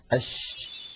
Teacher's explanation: يبدأ صوت الشين من مخرجه، يعني من وسط اللسان، ثم يتابع الصوت خروجه فيصطدم بالصفحة الداخلية للأسنان العليا، فينشأ عن هذا العمل كله انتشار لصوت الشين في أرجاء الفم ويتابع خروجه خارج الفم. · Term: التفشي